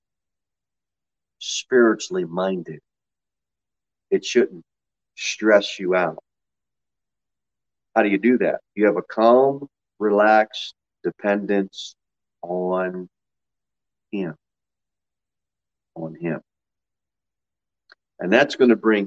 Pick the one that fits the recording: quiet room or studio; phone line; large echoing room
large echoing room